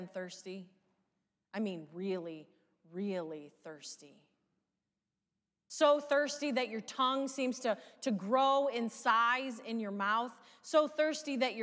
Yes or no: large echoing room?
yes